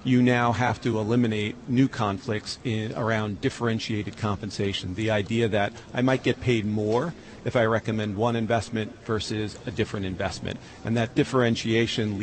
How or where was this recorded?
busy venue